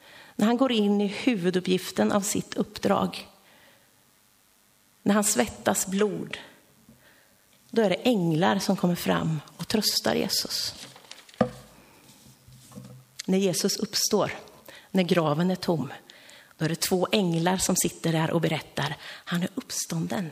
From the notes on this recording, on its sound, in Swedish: Inspelad under gudstjänst i Löfstadkyrkan i Tranås